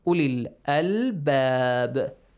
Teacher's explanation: When you stop here, ba is pronounced with an echoing sound